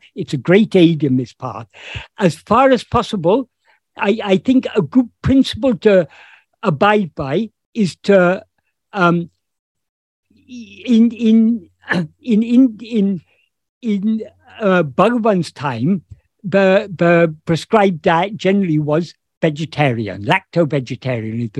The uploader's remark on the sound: In a Zoom meeting of the ‘Ramana Maharshi Foundation UK’ on 11th June 2022